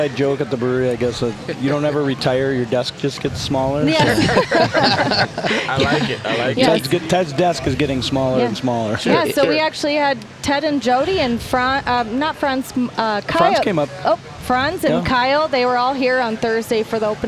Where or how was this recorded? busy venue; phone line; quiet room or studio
busy venue